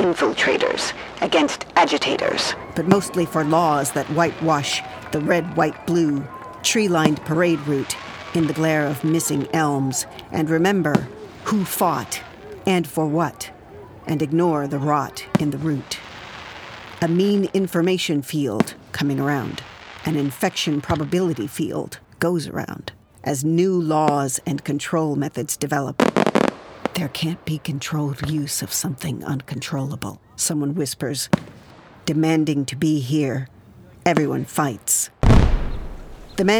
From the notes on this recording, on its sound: Recorded at The Collapsable Hole , NYC in 2021. Recorded at The Collapsable Hole , NYC in 2021.